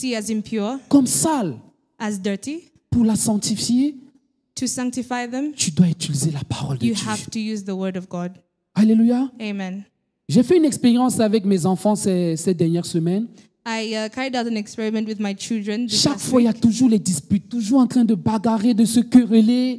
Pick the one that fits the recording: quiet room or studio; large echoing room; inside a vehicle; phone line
large echoing room